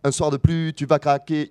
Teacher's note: il accentue toutes ses syllabes · Term: forte accentuation des paroles